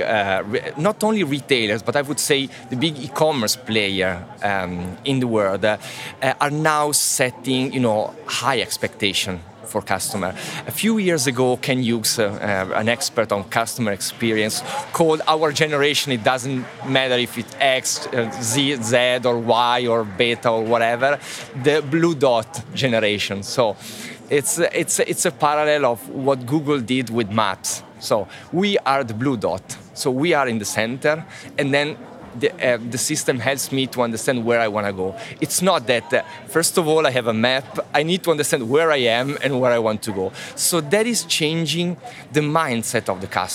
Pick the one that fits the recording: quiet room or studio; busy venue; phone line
busy venue